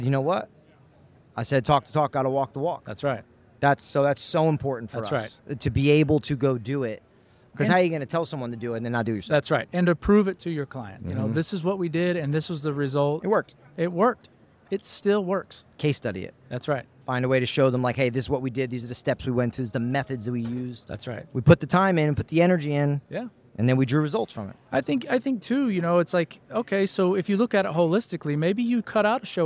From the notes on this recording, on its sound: LIVE from the Trade Show Floor at ExhibitorLIVE.